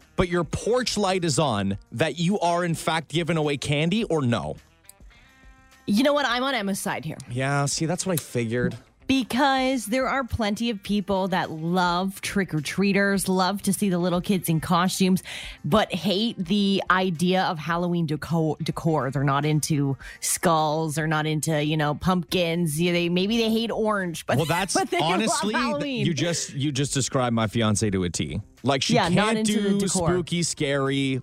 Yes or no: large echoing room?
no